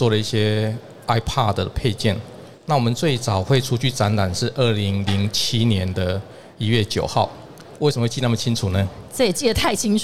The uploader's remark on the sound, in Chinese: 2022 Taipei Cycle台北國際自行車展-Live Podcast